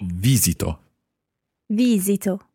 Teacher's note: the stress in most of the parts of this verb, at least the first, second and third person singular and the third person plural, is on the first syllable